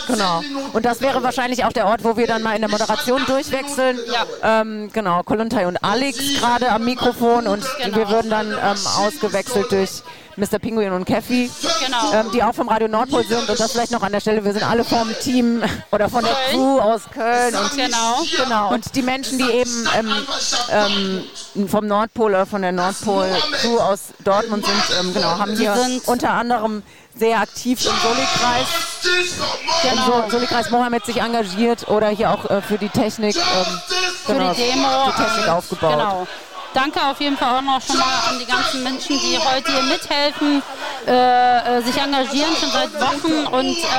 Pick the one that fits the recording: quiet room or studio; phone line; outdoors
outdoors